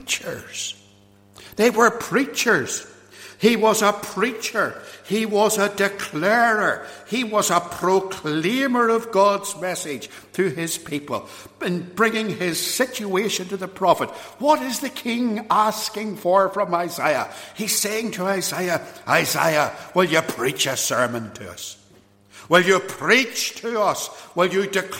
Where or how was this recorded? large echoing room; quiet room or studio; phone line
large echoing room